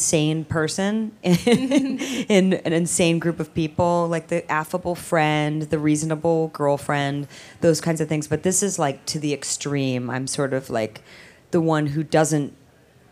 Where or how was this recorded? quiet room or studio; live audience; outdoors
live audience